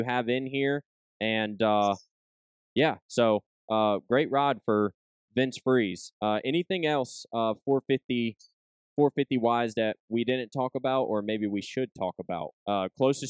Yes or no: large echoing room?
no